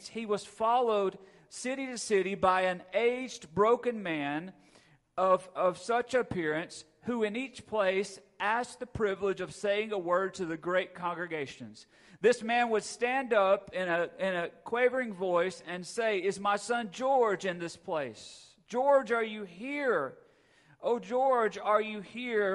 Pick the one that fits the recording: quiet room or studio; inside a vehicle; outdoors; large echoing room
large echoing room